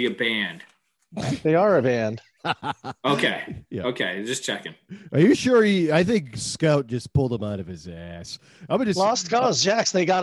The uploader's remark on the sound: I am still trying to figure out the complexities of Zoom audio.